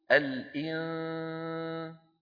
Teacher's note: وين اللسان؟ على مخرج السين مو على مخرج النون · Term: إخفاء النون